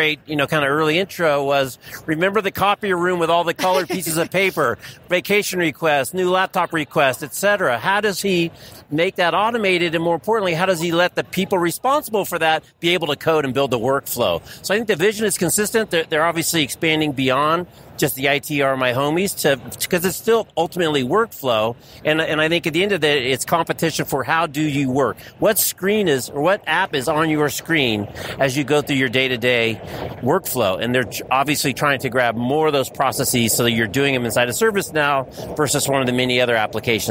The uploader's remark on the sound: TheCUBE kicks off our coverage of ServiceNow Knowledge 18. At the Sands Expo Hall in Las Vegas.